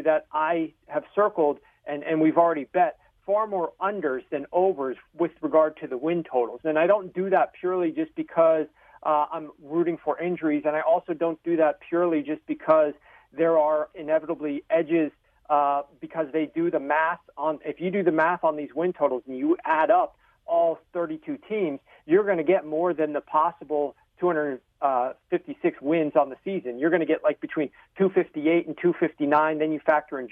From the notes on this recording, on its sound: phone call